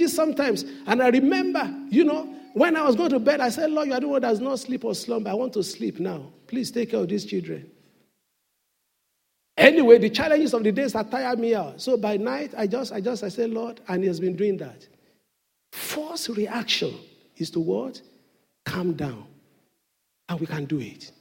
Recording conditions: live audience